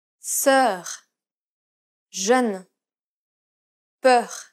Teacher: This is identical to the 2 previous sounds, except that the lips are rounded and there is no nasality. Try saying the E sound in red while rounding your lips.